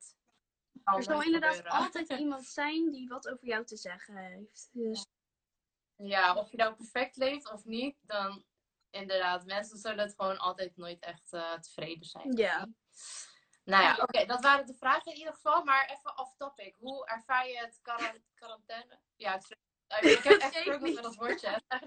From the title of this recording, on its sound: Instagram Live